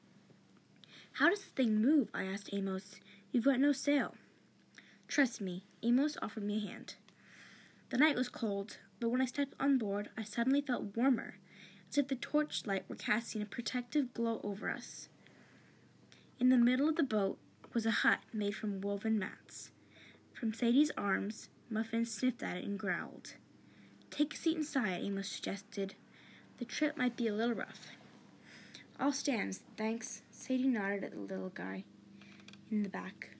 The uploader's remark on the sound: Sorry for the background noise